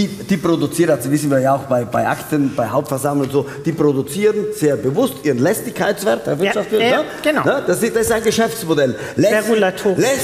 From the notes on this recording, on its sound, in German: In dieser Sondersendung live vom Bodensee Business Forum in Friedrichshafen